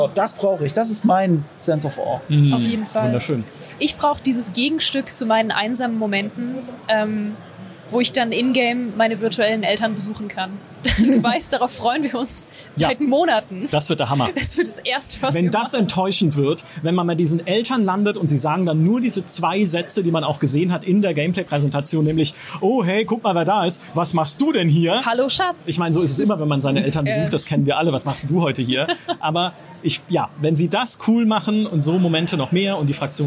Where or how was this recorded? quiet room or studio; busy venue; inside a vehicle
busy venue